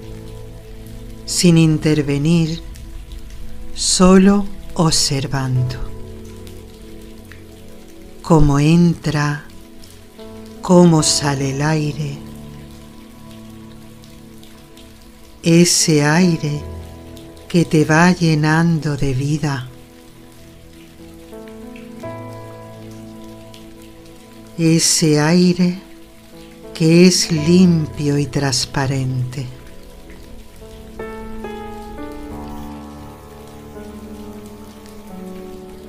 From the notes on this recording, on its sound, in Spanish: Con el sonido de la lluvia de fondo como melodía de calma.